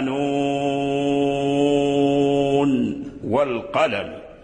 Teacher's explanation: ولكن هنا في نون القلم أظهر قالون، فقرأ نون والقلم فلم يدغم النون في الواو · Term: الإظهار